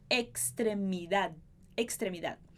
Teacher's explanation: esse dezinho no final a gente vai fazer que fala e não fala